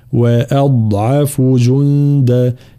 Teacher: في قوله تعالى من هو شر مكانا، كلمة شر طبعا ترقيق الشين، فلا نقول شر شا، لا شا، شر مكانا، نفس الشيء. وأضعف، الهمزة مرققة ثم الضاد مفخمة، وأضعف جند، هكذا.